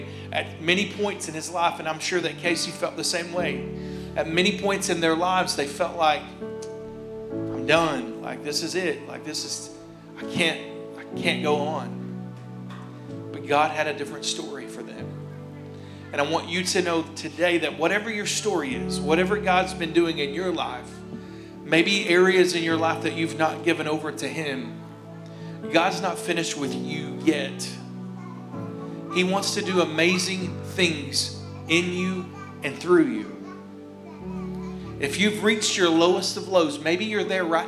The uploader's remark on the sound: Here is a rebroadcast of our service from August 29th, 2021